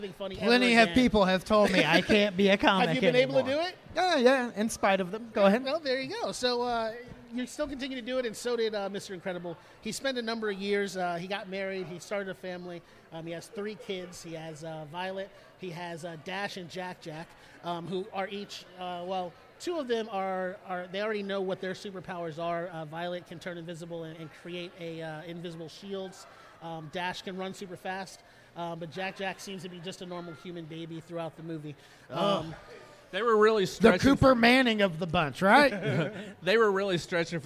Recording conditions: live audience